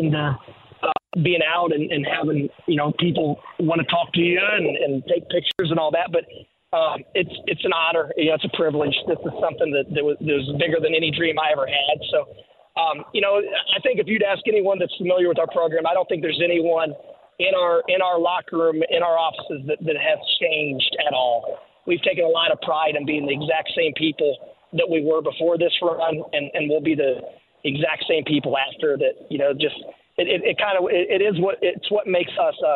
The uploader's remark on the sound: He opens the phone lines up and takes some calls from listeners.